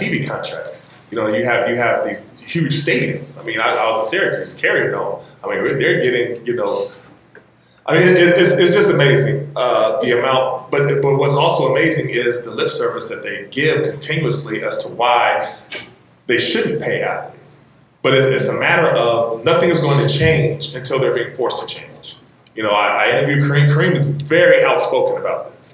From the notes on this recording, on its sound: In this live episode of the Fiction/Non/Fiction podcast, recorded at the 2018 Miami Book Fair.